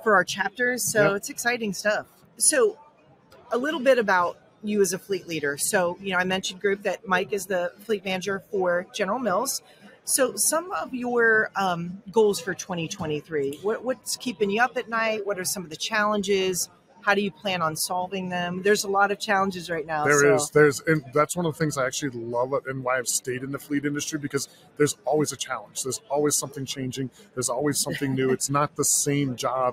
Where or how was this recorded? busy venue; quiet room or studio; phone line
busy venue